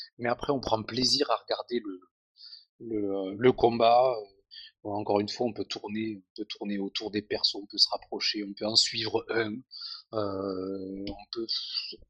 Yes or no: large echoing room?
no